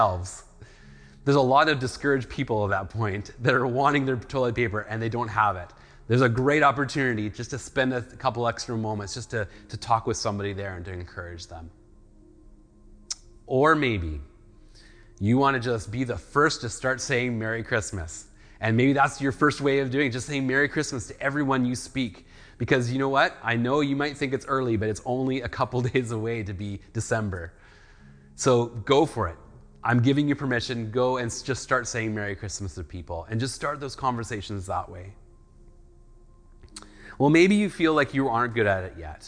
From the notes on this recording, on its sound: speaks at SouthRidge Fellowship, a Langley church.